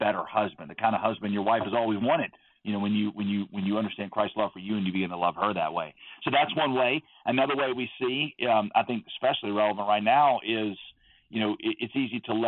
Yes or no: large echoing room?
no